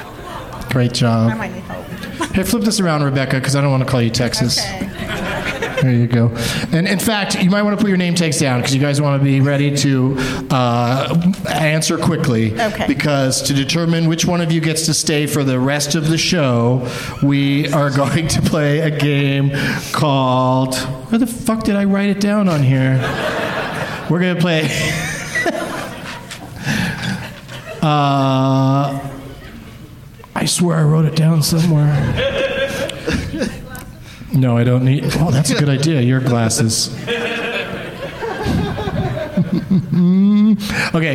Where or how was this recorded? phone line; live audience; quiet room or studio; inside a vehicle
live audience